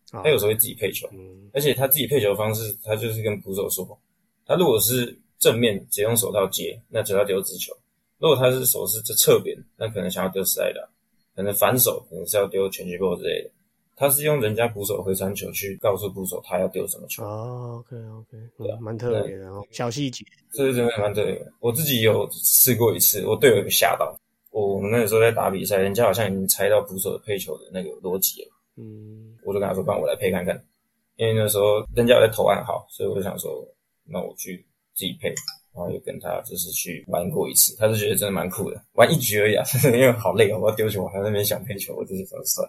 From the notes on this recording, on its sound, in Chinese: 由於防疫期間，錄音使用連線錄，音質不佳請見諒